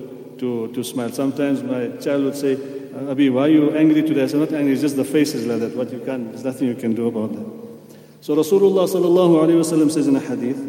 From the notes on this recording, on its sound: at the Houghton Masjid (West Street)